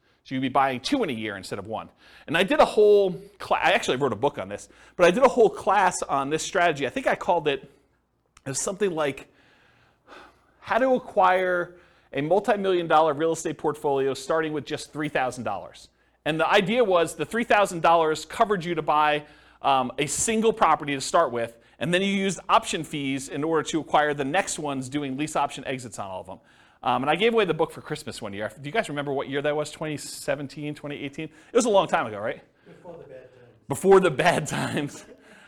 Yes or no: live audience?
yes